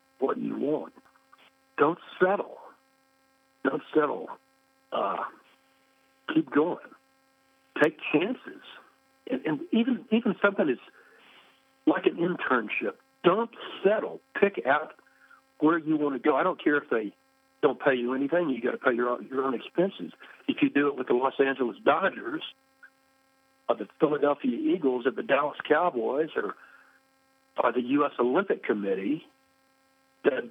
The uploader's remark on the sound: Spoke with us on the phone from his home in Colorado Springs.